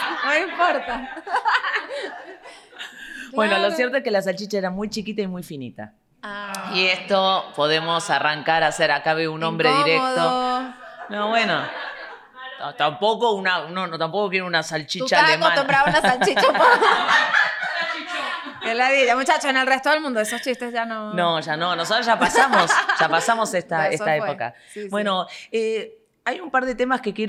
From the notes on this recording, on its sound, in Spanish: Hoy, en nuestro primer episodio en vivo, nos hemos lanzado a la aventura, rodeados de nuestros fieles oyentes